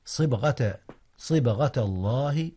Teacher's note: قلقلة في باء صبغة